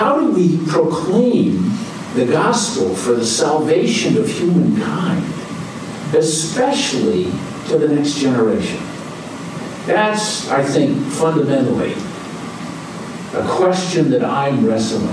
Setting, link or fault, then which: setting, large echoing room